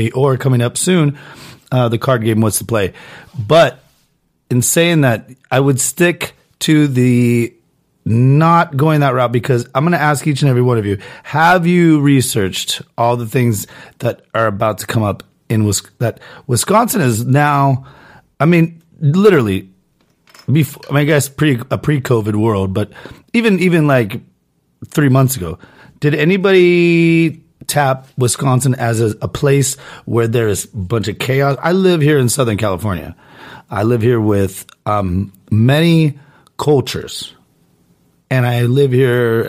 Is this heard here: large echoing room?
no